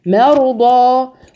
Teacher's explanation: رقق الميم وفخم الراء والضاد والالف